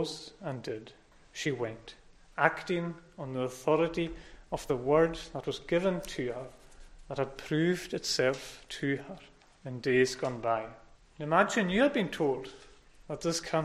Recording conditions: large echoing room